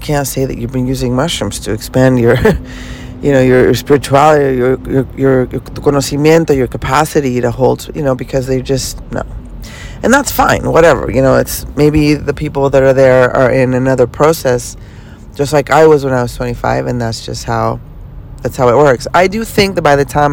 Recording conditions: inside a vehicle